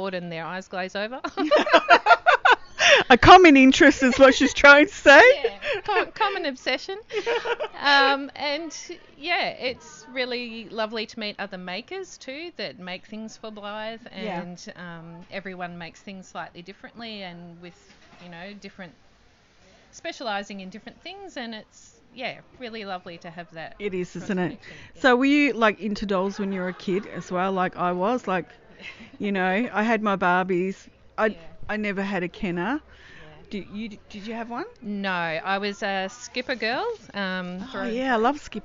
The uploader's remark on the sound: Recorded at a mini meet. In Melbourne, Australia.